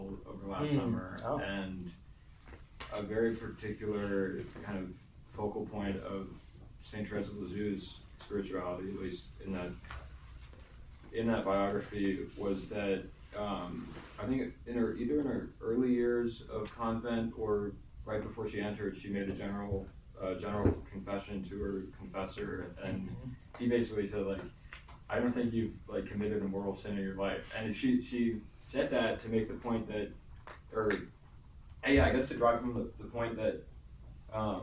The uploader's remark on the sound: This lecture was given on March 18th, 2023, at "The Passion & the Sacred Wounds: An Intellectual Retreat" at the Dominican House of Studies.